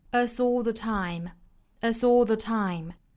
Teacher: us 和后面的 all 也是连读